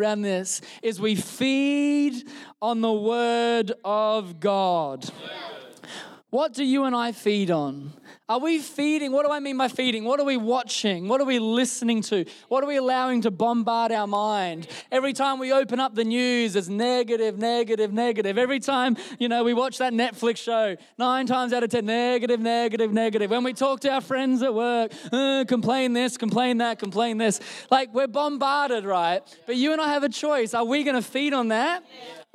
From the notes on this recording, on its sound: Recorded during our Melbourne East service on Sunday, the 12th of March 2023